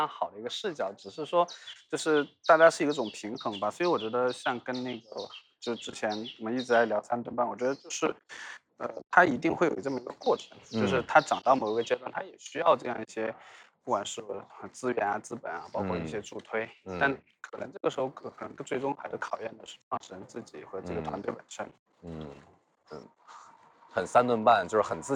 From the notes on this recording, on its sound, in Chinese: 我去广州出差的间隙。来边溜达边唠嗑。但因为所走的路径信号干扰非常强，原始版本的录音效果非常差，有非常多的电流声。这期播客的听感还是有一些瑕疵。从广州的东山口开始。专挑人迹罕至的小巷子里走。